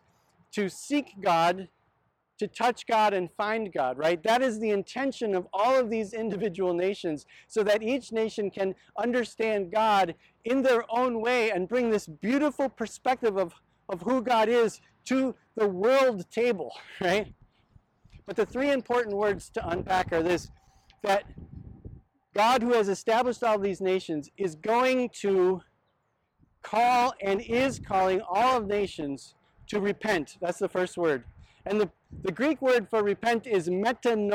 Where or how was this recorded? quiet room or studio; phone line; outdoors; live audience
outdoors